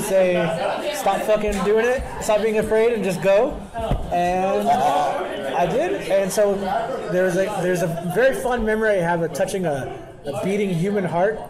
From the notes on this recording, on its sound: come to you "live" from the first annual UncleDad Halloween Bash